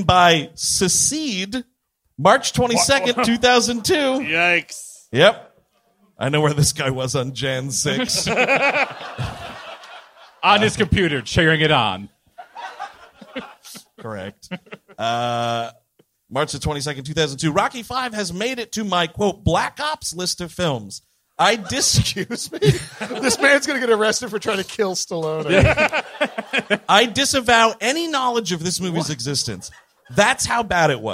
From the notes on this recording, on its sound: Live in Philadelphia. At the Punchline Philly in Philadelphia, PA.